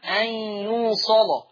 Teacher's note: ورش بيغلظ اللام لما تبقى مفتوحة، يبقى ده أول شرط يخص اللام، لازم اللام تبقى مفتوحة ويكون قبل منها صاد أو طاء أو ظاء، قبل منها إيه؟ · قرأ ورش بتغليظ اللام وصلا